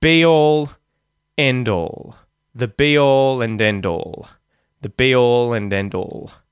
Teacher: which one of them is emphasized in each of those respective examples? Be-all, end-all. It's the first word, right? Be and end.